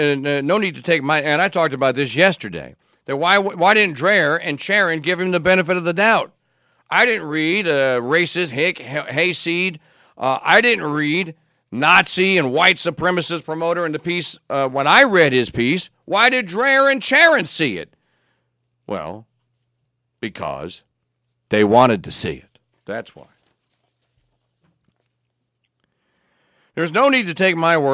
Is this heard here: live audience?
no